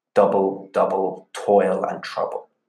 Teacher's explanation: These lines are written in trochaic tetrameter, which is four sets of a stressed syllable followed by an unstressed syllable